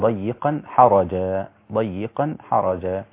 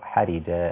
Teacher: قرأ حفص بفتح الراء يجعل صدره ضيقا حرجا، ضيقا حرجا، أما ورش فقرأ بكسر الراء حرجا هكذا